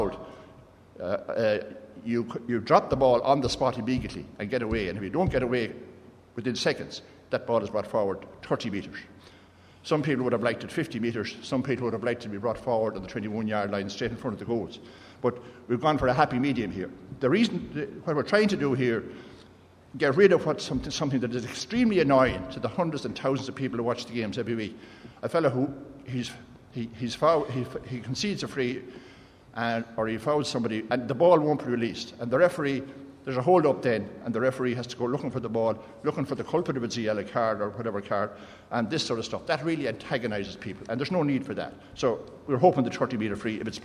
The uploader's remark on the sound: The Panel at the GAA Games Development Conference